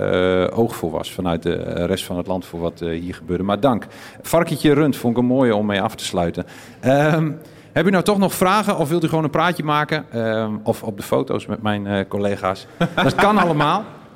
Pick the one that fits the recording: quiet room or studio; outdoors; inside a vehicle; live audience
live audience